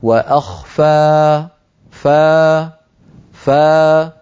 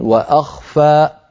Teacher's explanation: تجد بأن صوت الألف يتخامد شيئا فشيئا · Shown in: first take · أما إن قفلنا الوترين وأخفى، سمعت الهمزة؟